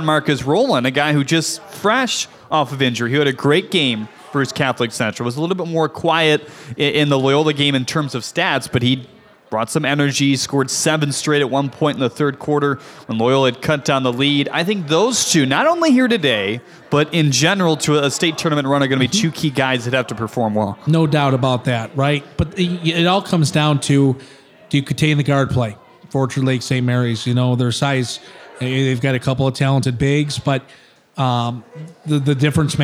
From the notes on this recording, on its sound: Live from Calihan Hall. A number of guests on the concourse of Calihan Hall.